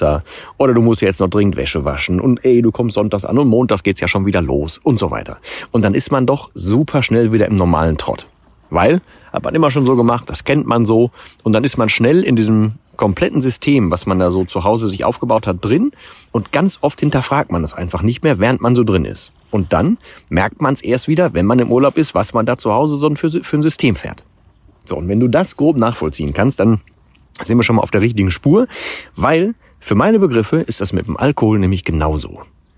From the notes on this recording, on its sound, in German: In dieser Folge vom Strand.